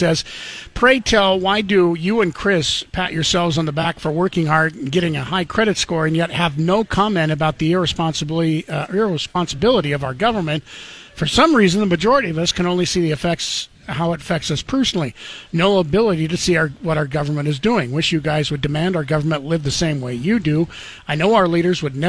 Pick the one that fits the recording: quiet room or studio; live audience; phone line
phone line